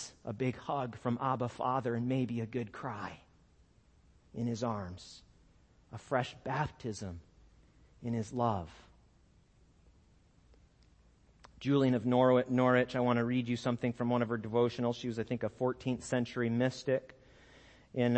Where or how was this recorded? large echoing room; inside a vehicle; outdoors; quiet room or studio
large echoing room